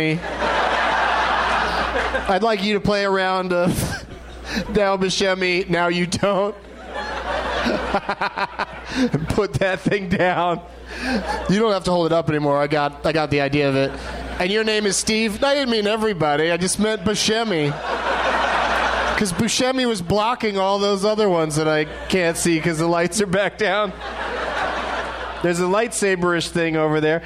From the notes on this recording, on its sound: Live from the Helium Comedy Club in Portland, OR